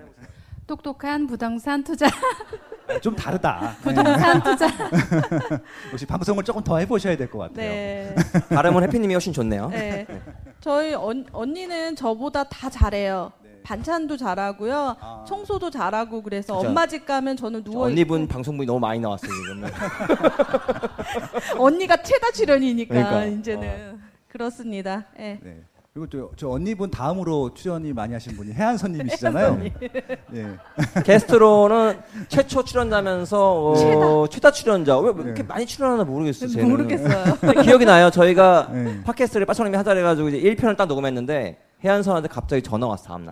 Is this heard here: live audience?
yes